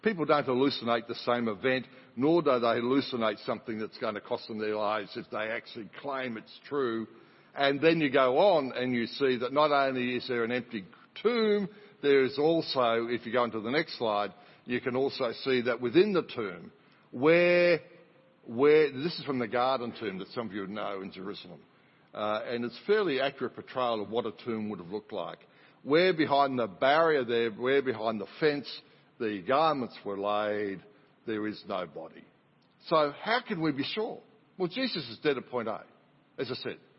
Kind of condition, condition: setting, large echoing room